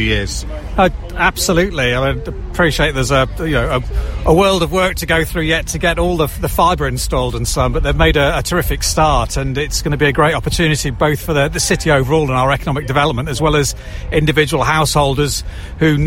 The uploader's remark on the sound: The MK Breakfast Show coming live from Milton Keynes train station this morning.